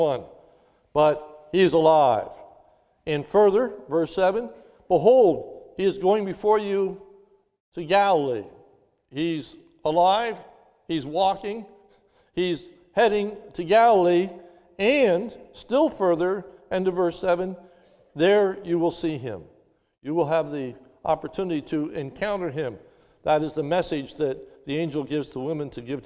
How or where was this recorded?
large echoing room